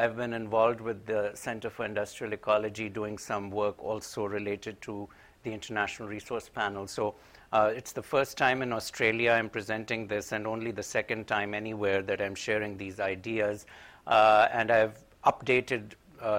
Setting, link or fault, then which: setting, large echoing room